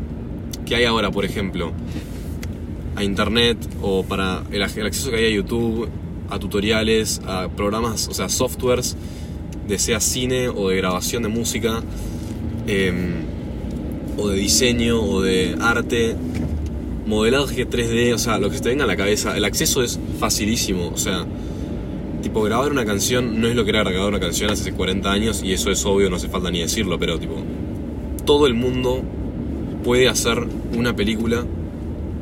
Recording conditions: inside a vehicle